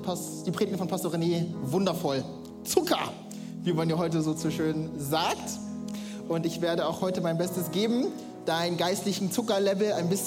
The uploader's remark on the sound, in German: Audiomitschnitt der Predigt vom 16.